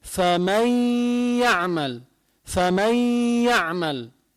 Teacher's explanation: بالياء بتطير النون بتصير الياء مشددة، بتصير فمن يعمل، فمن يعمل، ما عاد عم بلفظ نون نهائيا · Term: تدغم بالياء